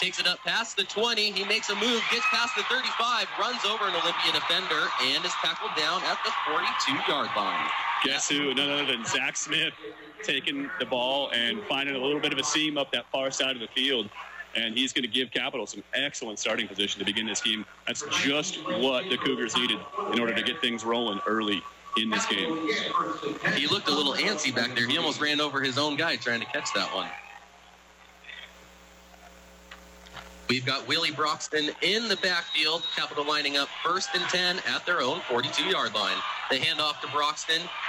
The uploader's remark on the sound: Spaghetti Bowl 2015 PxP. Live from Ingersoll Stadium!